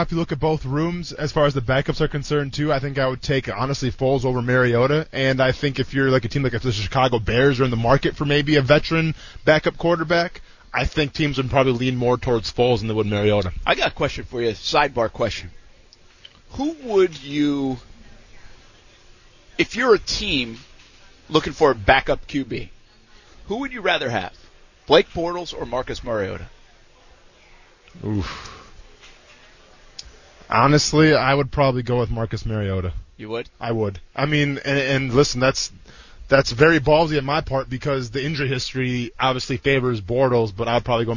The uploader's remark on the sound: LIVE from the Live at The Jacksonville International Auto Show